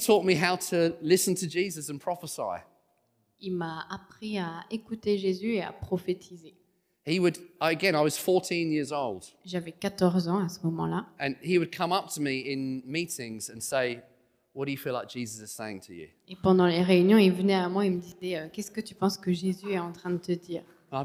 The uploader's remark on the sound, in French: Enregistré à l'église CVV.